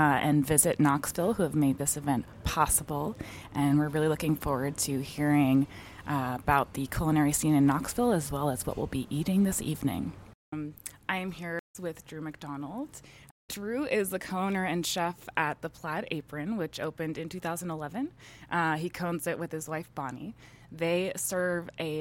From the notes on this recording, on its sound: HRN On Tour was recording live at the James Beard House for a special evening presented by Springer Mountain Farms. HRN On Tour was recording live at the James Beard House for a special evening presented by Springer Mountain Farms, highlighting the culinary talent of Knoxville, Tennessee.